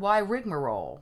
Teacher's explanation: You basically want to relax your mouth. You have a g sound, then you have to switch over to a m sound.